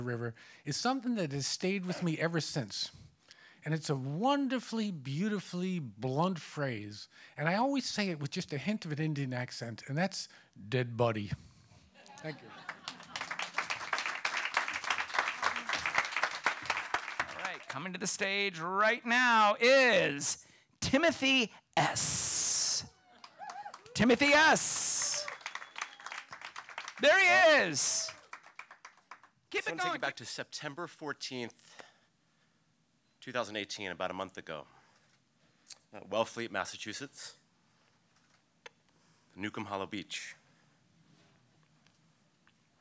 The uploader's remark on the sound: These stories were recorded in front of a live audience on October 20th, 2018 as part if the annual Day of the Dead Festival at Pilgrim House in Provincetown, Massachusetts.